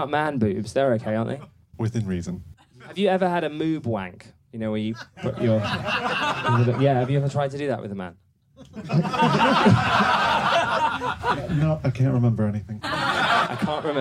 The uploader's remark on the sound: Live from Edinburgh